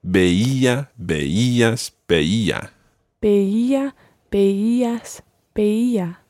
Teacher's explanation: Yeah, with the stress each time on the E.